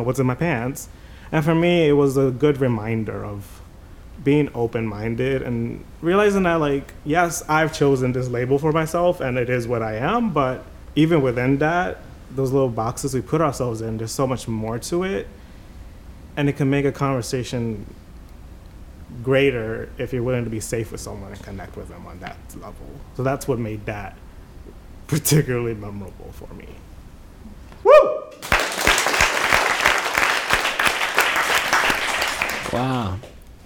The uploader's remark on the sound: Recorded at the touchpoint town hall in NYC on July 10, 2018 at The Assemblage Nomad.